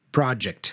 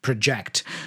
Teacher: if you change the stress and you pronounce project, right, which is the verb, now the schwa changes also · Shown in: second take · because now project, the stressed syllable is jacked, right?